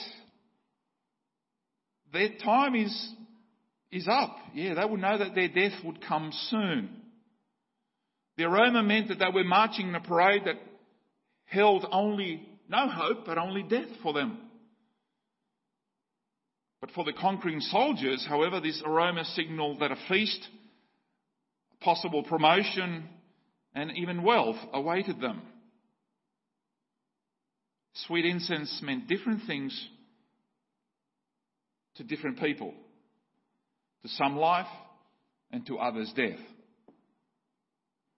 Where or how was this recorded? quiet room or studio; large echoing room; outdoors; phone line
large echoing room